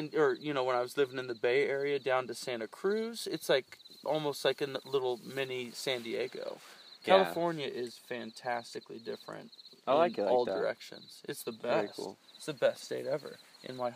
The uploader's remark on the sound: This episode was stuck on a recording device and I couldn't get it off until recently. Out in the Mojave desert as we cooked food over an open campfire. We ended the podcast and slept soundly around the campfire that night with sleeping bags and mats.